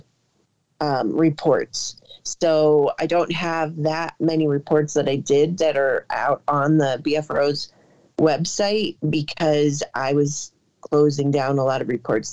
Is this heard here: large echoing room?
no